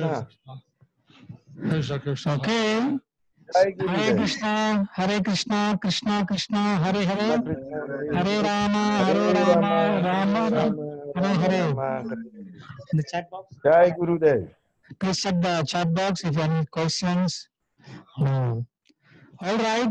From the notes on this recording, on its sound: Zoom Session With Ghana Devotees